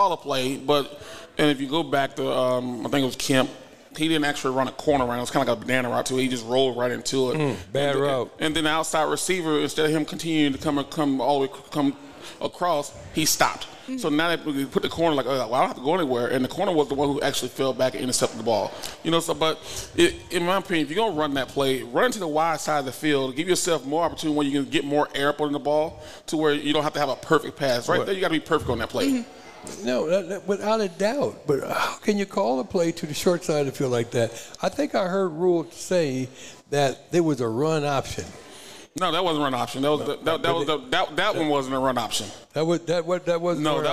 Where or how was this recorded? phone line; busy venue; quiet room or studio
busy venue